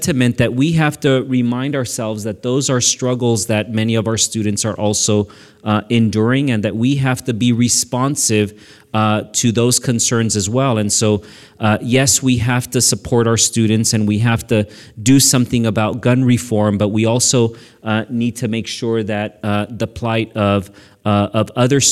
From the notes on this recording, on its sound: Recorded May 23, 2018 at Antiquite Midtown in Sacramento